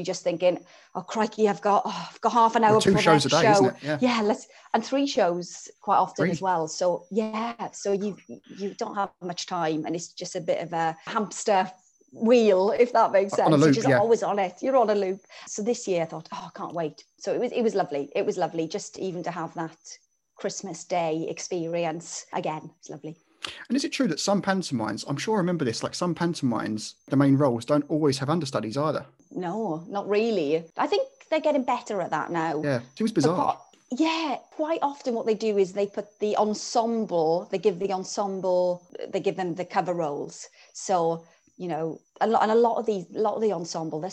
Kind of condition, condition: link, video call